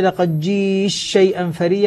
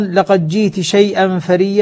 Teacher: بإدغام التاء في الشين أو بإظهارها فيها